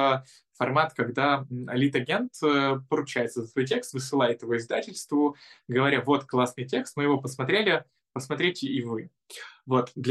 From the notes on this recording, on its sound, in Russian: Zoom_подкаст.